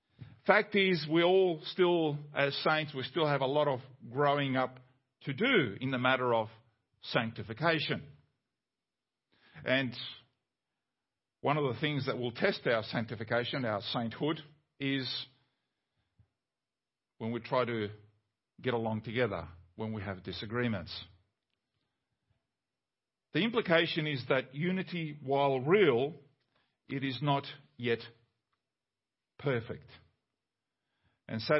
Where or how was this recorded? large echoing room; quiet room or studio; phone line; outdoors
large echoing room